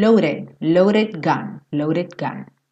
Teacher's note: Mas ele reduziu esse D para o som de rarara